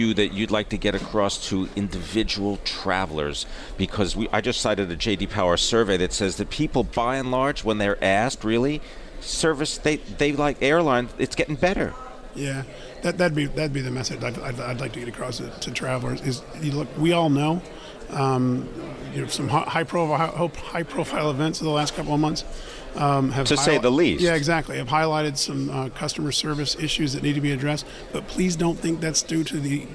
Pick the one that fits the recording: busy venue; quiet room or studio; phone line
busy venue